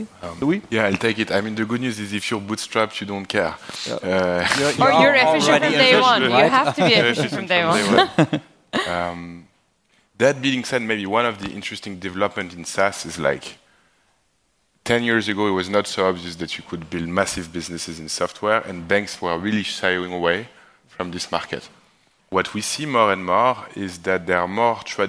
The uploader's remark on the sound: This time no interview, but part of the recording from the ARRtist Summit 2023 VC Panel on efficient growth.